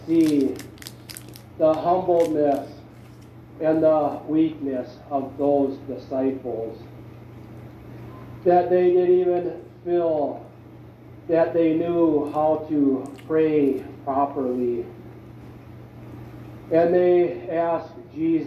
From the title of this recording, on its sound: Seattle Washington &Moncello USA Laestadian Lutheran Church Communion Services 2021